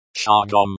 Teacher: with the emphasis on the first syllable